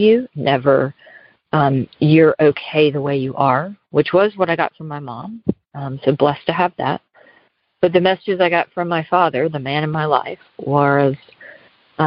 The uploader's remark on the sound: Noon Phone Speaker Meeting